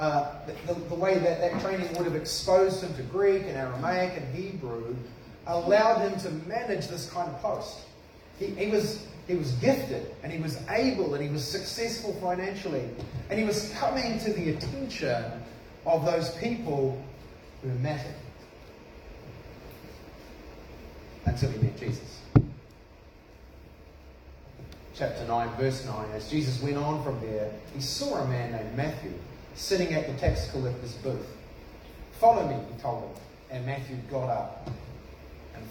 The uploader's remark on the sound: This sermon was preached at cession|community.